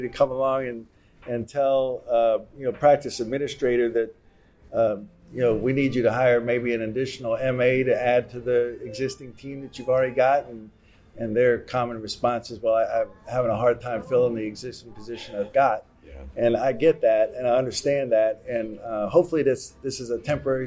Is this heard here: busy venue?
yes